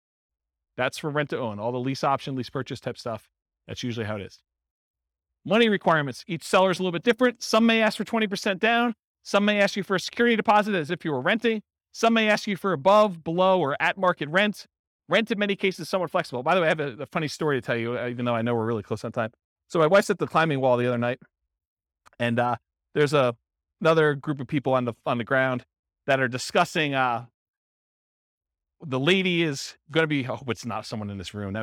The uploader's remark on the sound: This was a live class recorded